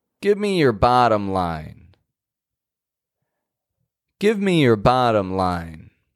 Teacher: If you hear bottom stressed, then you're correct.